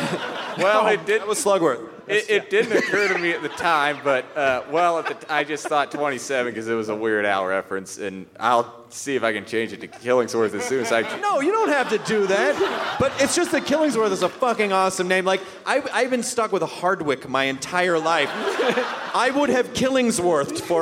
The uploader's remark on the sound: It's the Nerdist podcast live from beautiful Boulder, Colorado!